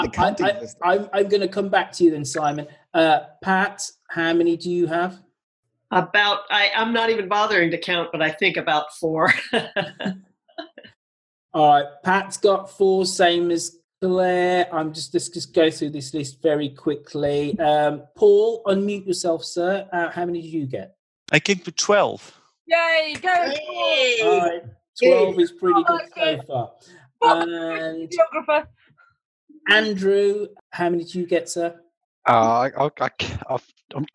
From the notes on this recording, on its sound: MC-13 Map Corner "live". Have a Zoom chat. 10 listeners give us their audio postcards.